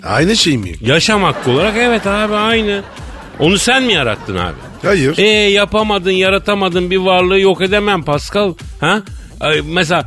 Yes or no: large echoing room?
no